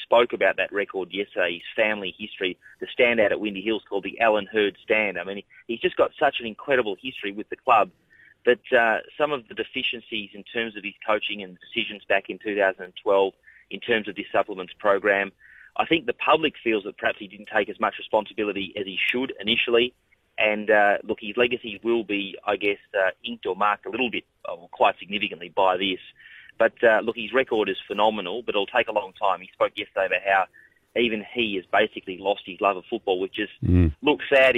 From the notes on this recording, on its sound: on the phone